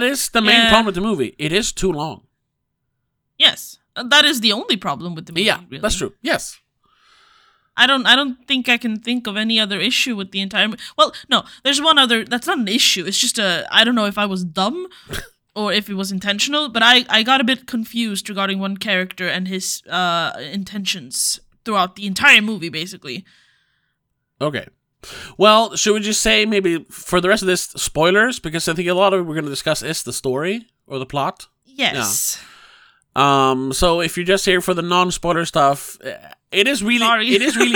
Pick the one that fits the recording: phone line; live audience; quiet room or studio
quiet room or studio